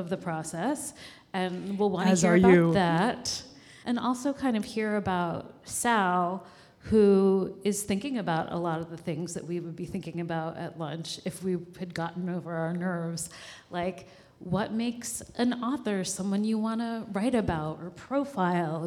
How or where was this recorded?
live audience